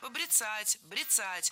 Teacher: Ударение в этом глаголе и в однокоренных глаголах ставится за корнем.